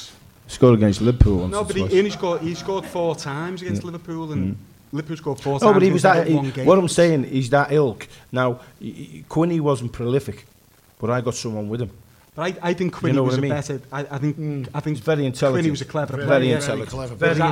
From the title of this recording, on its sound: Live from Liverpool